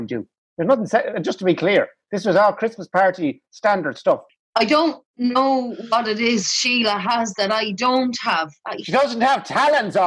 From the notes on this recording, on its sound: On this week’s video call Phoning It.